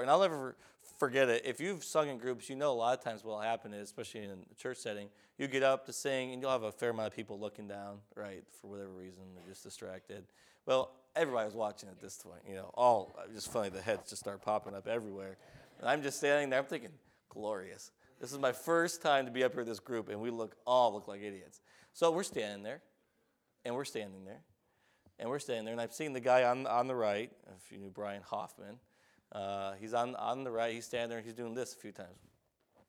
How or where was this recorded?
large echoing room